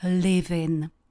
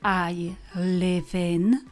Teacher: tu konečnou souhlásku spojíme s počáteční samohláskou a vznikne nám livin. Takže když to slyšíte ve větě, zní vám to jako jedno slovíčko. · Term: spojování slov